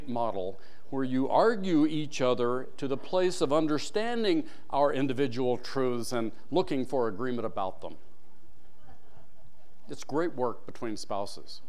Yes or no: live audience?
yes